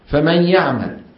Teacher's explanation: ياء من الفم يصاحبها غنة من الخشوم في الوقت ذاته